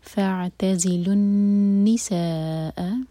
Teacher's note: اذن فاعتزل النساء، فاعتزی سکون کے بعد تا پر زور، اور یہ ہے زا، یہاں پر زا کو بزنگ ساؤنڈ دیں گے